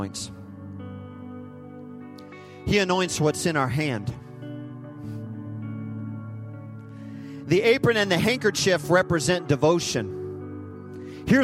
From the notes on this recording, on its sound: Recorded live at Hope Church in Springfield, Mo.